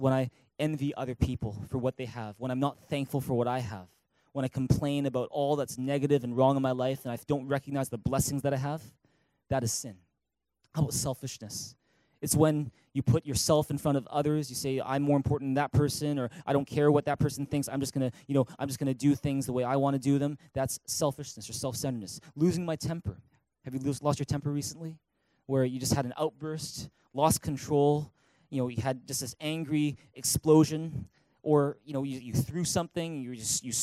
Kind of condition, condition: setting, large echoing room